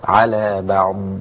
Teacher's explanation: ها، لازم استطالة الضاد